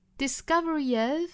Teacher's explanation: discovery of 连读加一个小小的 ye